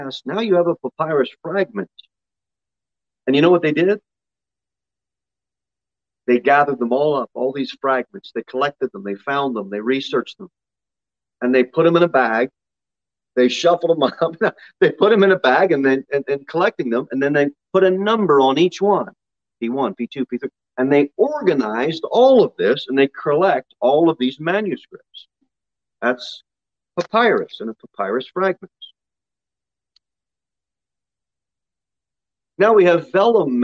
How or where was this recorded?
large echoing room